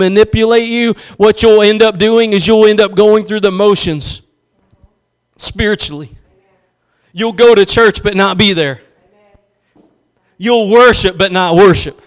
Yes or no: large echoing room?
yes